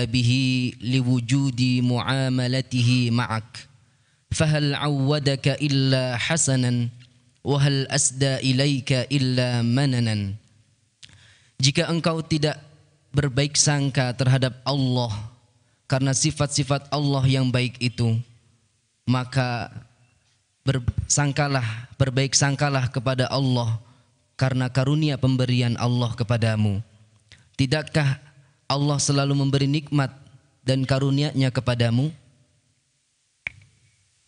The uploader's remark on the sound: Live dari Masjid Daarut Tauhiid Bandung